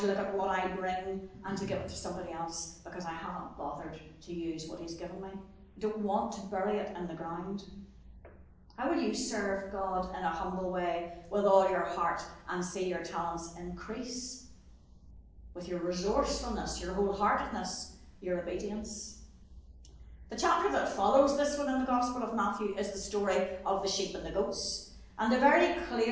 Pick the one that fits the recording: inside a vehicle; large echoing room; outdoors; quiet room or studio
large echoing room